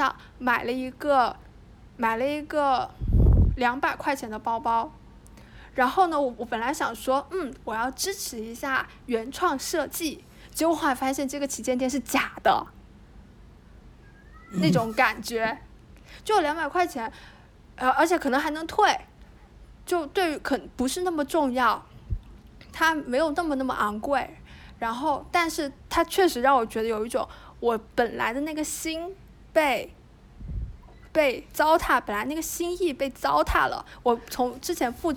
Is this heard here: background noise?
yes